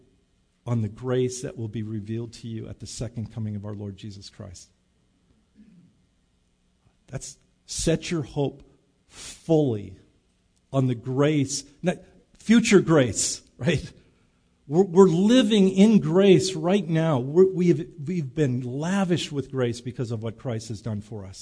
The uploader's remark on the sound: Recorded live at Bethany Bible Church on 5/19/19